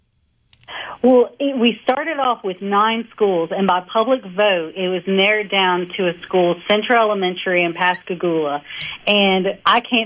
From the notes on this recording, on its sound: join the conversation by phone